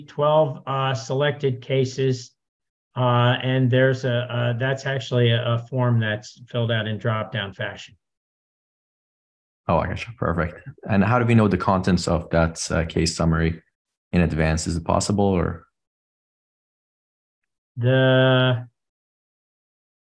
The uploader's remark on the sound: This is an audio-only version of the recent webinar